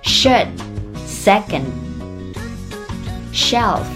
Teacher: should 和 second 里面的字母 D 可以停一拍不发声